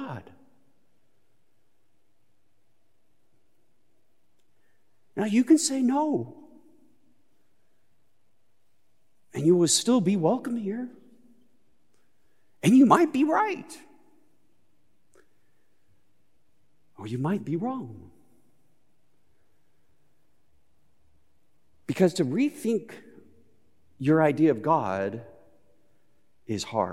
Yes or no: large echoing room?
yes